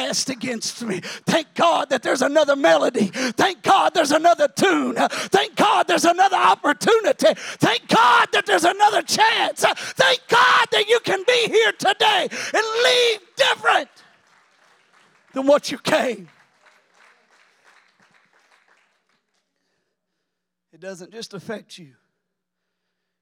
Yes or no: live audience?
yes